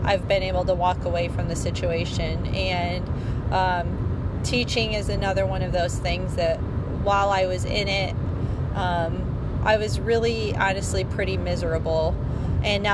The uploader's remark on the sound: Forgive the less than stellar audio quality - this was recorded in my car with no editing, so it is what it is!